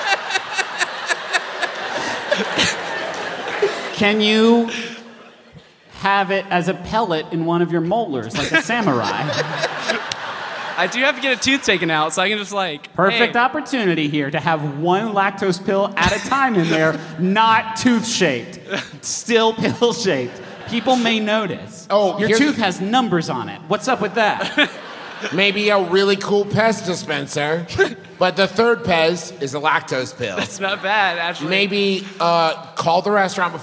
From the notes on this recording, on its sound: We present to you our big, wild live show from Atlanta!